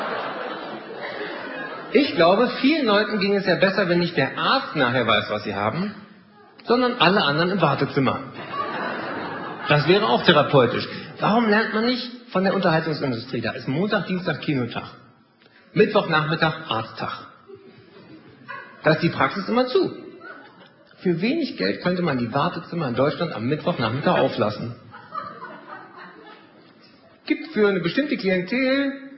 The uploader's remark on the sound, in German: Live-Mitschnitt aus dem Neuen Theater Höchst, Frankfurt/Main.